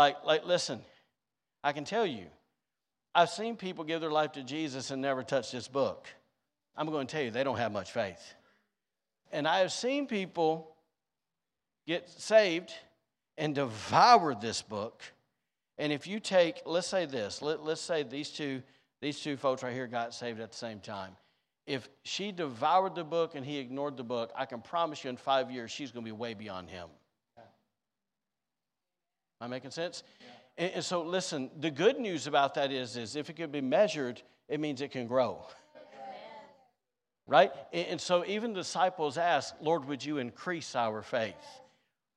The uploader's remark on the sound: was recorded on Sunday, April 23rd, 2023, during service at The Anchor Church in Rockport, Maine